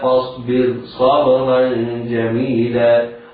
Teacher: الراء في كلمة فاصبر مرققة رغم وقوع حرف الاستعلاء بعدها ولكنه في كلمة أخرى. إذن هناك فرق بين وقوع حرف الاستعلاء بعد الراء الساكنة التي يتوفر فيها شروط الترقيق إذا كانت وسط الكلمة، وبين الراء الساكنة إذا كانت في طرف الكلمة.